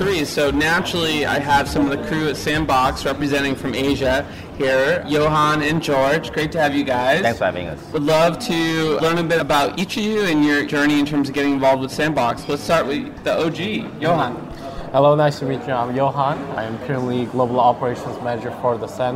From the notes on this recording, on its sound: Live from Token2049, a premier crypto event organized annually in Singapore and London.